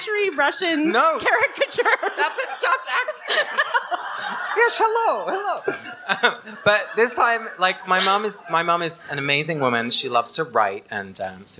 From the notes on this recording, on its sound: Special Edition: The Live Show. The audio quality is not ideal, but you still can get a sense for what it was like to be in the room.